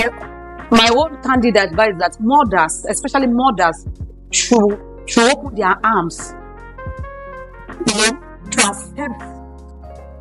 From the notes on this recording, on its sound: I discovered that there were issues with the Audio while editing